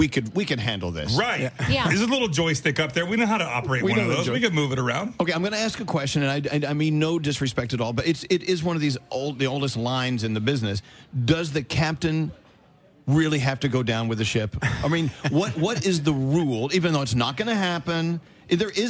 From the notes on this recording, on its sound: We broadcast LIVE from Norwegian Bliss!